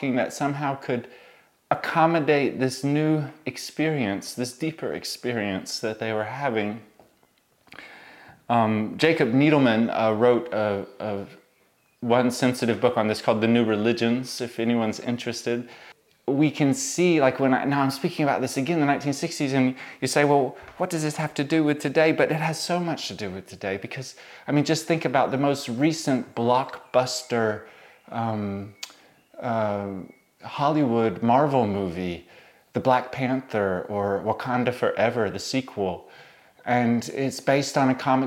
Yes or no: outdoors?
no